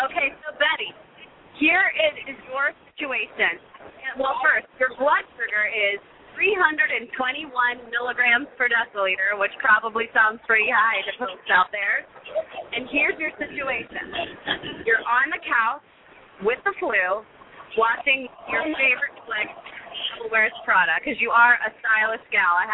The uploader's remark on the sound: broadcasts live from the American Diabetes Association Expo, in Pittsburgh, PA.